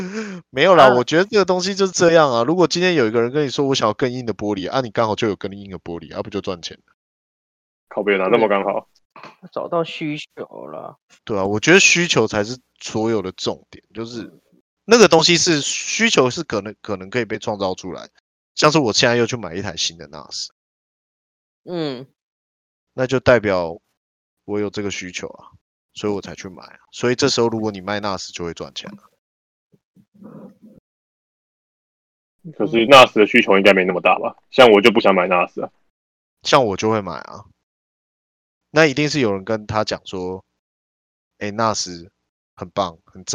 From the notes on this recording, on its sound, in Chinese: 錄音工具品質還是一樣廢 狂斷。這集會聽得很難受 XD。